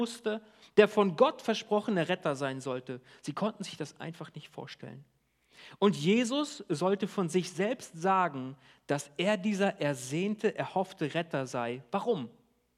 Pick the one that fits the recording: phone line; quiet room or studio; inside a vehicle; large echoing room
large echoing room